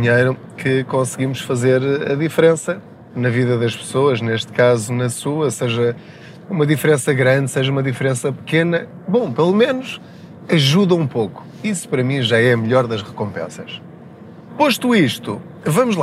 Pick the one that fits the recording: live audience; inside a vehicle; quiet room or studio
inside a vehicle